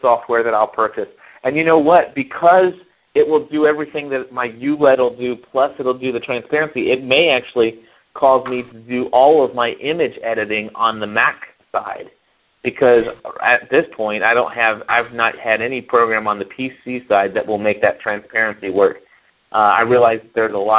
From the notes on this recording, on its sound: Due to some technical difficulties with our phone company, the studio was without phone service during the recording of this week's Help iGot A Mac show. For this reason, we used the telephone to call in the content for the show.